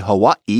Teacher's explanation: We're so used to Hawaii. People from there will sometimes say Hawaii, getting in that glottal stop.